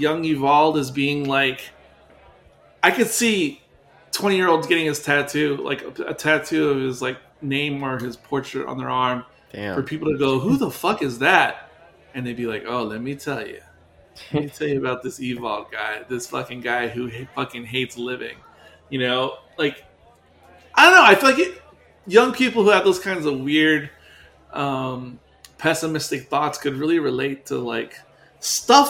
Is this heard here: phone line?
no